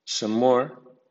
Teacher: the final M of some and the initial M of more sound like a single M